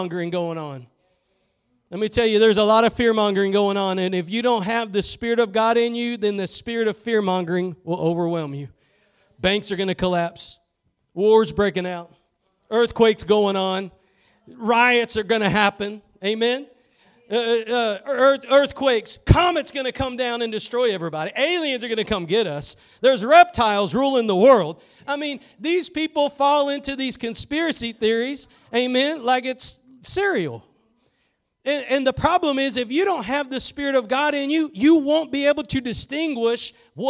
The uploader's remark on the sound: Preached at Gospel Lighthouse in Bossier City, La.